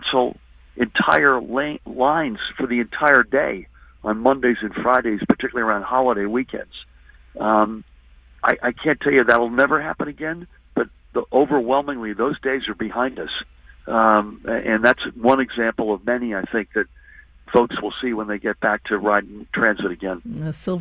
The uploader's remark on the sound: A live call-in special. On 93.9 FM and AM 820.